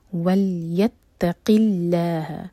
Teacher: علیہ الحق ولیتقی اللہ، یہاں پر لام جلالہ لائٹ ہوگا، اللہ تعالیٰ کے نام میں جو لام ہے اس کو لائٹ پڑھا جائے گا، قاف کے نیچے کسرہ ہے اس لیے